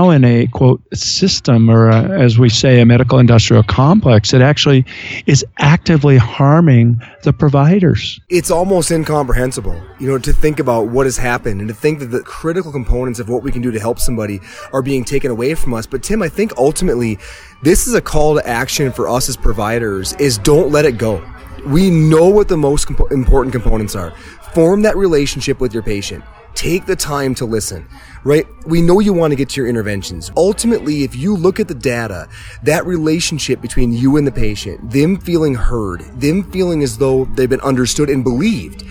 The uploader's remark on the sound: On location in Windsor, CO at High Hops Brewery!